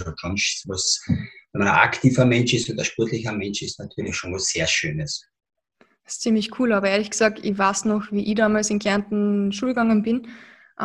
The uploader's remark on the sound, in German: Im Zoom-Interview